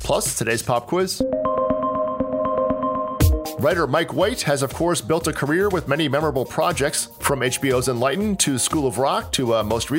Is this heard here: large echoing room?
no